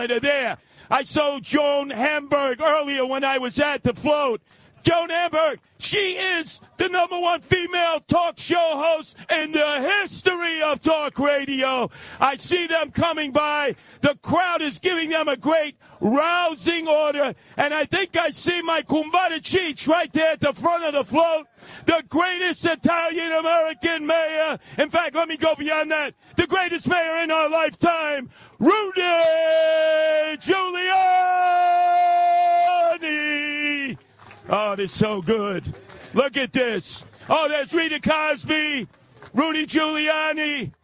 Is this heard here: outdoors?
yes